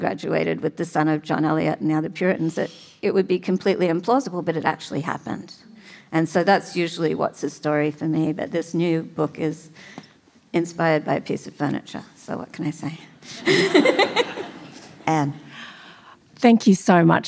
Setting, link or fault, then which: setting, live audience